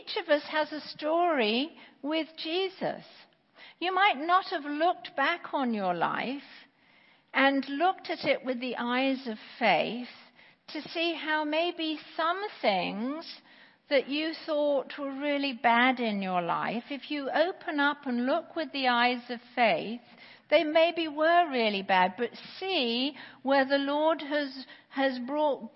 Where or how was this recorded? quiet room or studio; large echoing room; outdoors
large echoing room